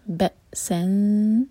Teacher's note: با کے بعد حمزہ پر سکون تو کٹ آف ساؤنڈ آئے گا لیکن قلقلہ نہ ہو. بَأْسًا، سلائڈنگ تنوین سین پر، اس کے بعد ہے شین، تو ہمیں یہاں پر اخفا کرنا ہے شین کے لیے.